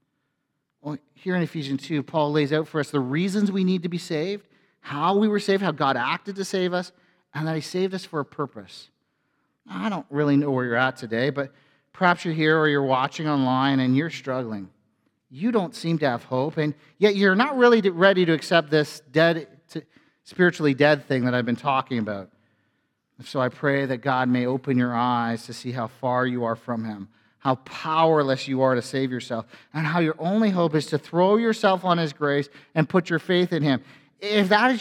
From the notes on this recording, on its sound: A sermon from FBC Church in Cobourg,